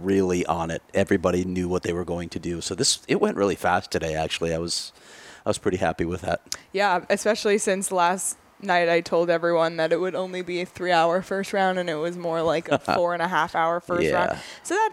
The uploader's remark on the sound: live from the Bell Center in Montreal